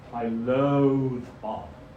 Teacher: both stress, but loathe is long and Bob is short. So not stressed, unstressed, but long and short. · Term: long syllable